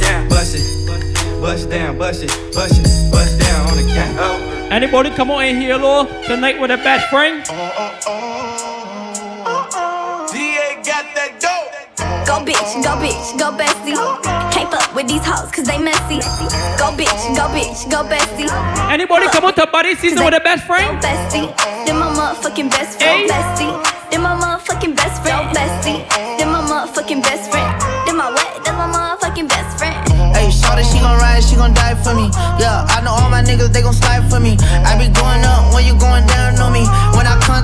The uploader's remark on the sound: LIVE AUDIO. Live set from Baddie Szn July edition.